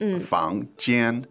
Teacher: so it's second tone and first tone